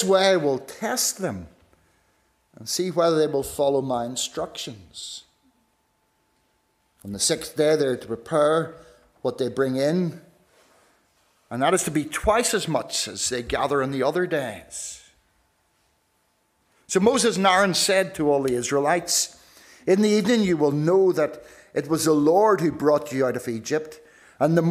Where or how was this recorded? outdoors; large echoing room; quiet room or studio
large echoing room